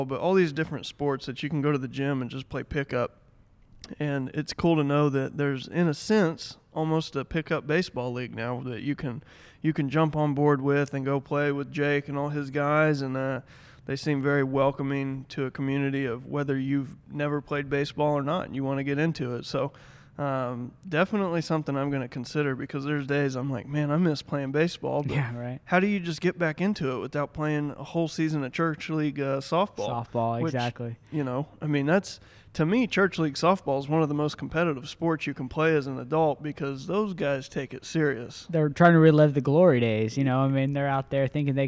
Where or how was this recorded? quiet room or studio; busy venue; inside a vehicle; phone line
busy venue